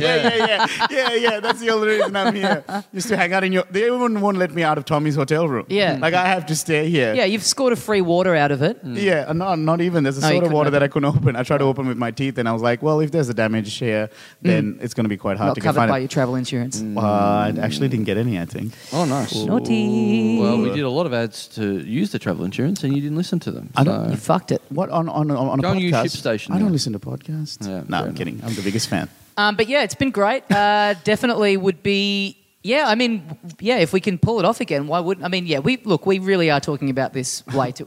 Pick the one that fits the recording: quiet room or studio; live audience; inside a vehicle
live audience